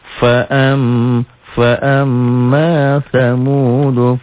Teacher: Cara bacanya tiga. Dibaca dobel karena tasdidnya dibaca ganda. Ditahan karena pemanjangnya gunnah. Dan ada dengungnya itulah gunnah.